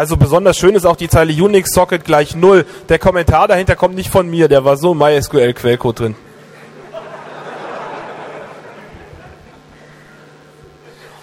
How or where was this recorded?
live audience